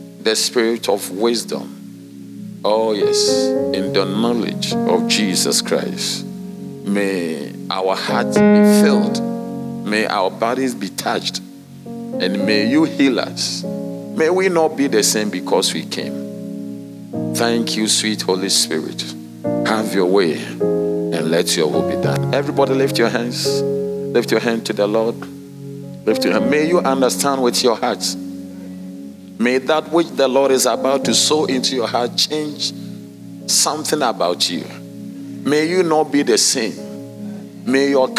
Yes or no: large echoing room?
yes